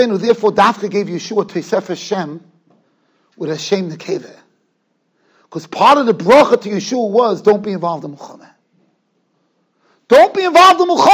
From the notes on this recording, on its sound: Shiur recorded in Yeshivas Ohr Reuven, Monsey, NY.